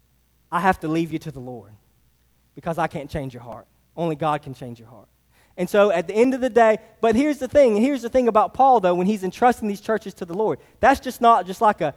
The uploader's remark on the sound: Sermon preached to Hillside Baptist Church in Eastman, GA. Sermon preached to Hillside Baptist Church in Eastman, GA.